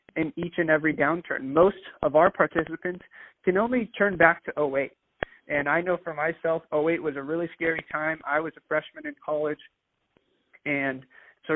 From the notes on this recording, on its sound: Phone Audio. It is our intention to hold podcast recordings in-person with professional equipment when it is safe to do so, but in an effort to begin sharing our messages in these trying times, we are temporarily utilizing phone-call recordings.